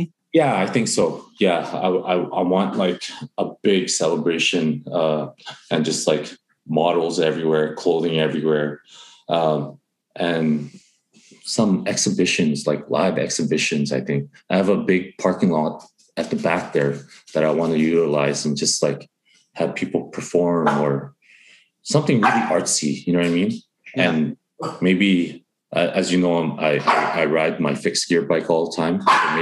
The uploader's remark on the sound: Over the pods first zoom call.